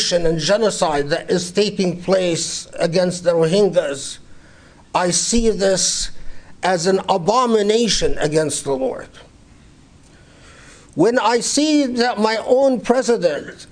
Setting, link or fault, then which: setting, large echoing room